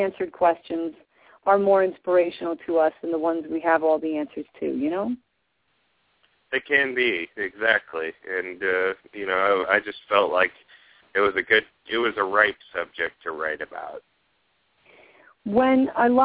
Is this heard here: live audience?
no